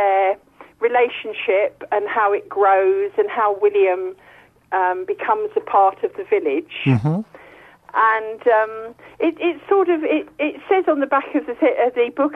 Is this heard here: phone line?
yes